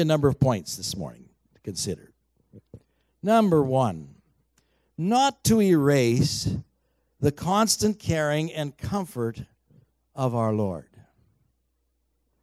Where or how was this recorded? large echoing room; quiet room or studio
large echoing room